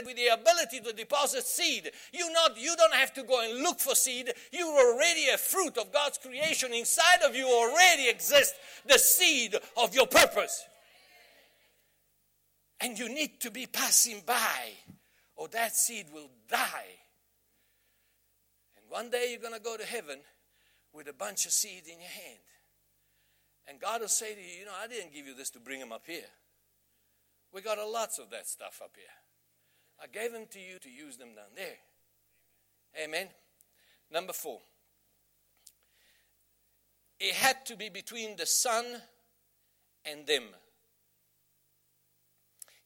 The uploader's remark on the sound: Message preached at the Bay Christian Church in Somerset West